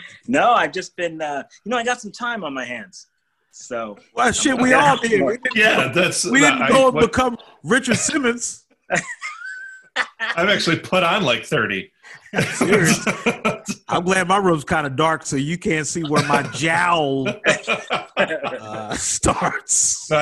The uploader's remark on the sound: connect via ZOOM for the first time